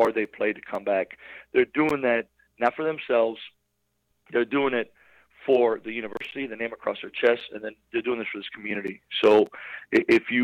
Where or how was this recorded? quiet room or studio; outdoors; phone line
phone line